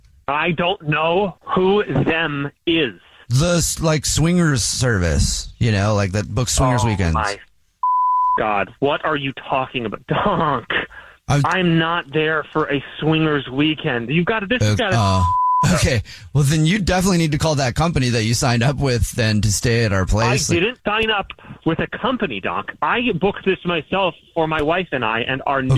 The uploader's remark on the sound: There is a guy on the phone who wants to prank his wife.